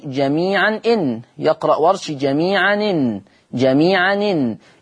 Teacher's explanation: يأخذ حركة الهمز وهي إن الهمزة متحركة بكسر فيأخذ هذه الحركة ويضعها على التنوين · Term: النقل